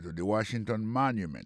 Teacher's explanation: Si on a mis accent sur accent encore, on va voir que le mot Washington, l'accent tombé sur le premier syllabe